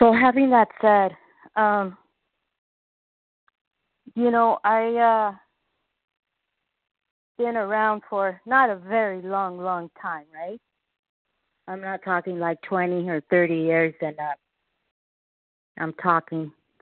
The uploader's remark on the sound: 100 Pounders Phone Meeting